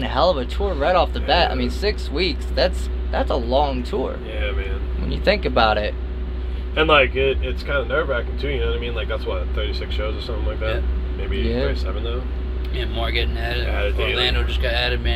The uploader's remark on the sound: In their RV at the venue Elevation in Grand Rapids, Michigan. They are on The Still Panicking Tour.